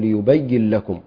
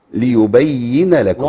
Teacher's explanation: الصحيح ان النون يعني مفتوحه بين الحركه، وان انا افصل النون عن اللام · Shown in: second take